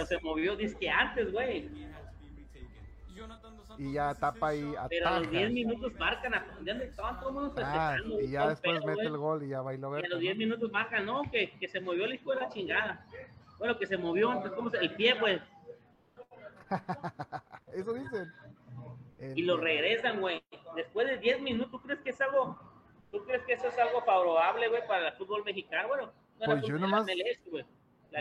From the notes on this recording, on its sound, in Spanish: En vivo desde Tacos Los Primos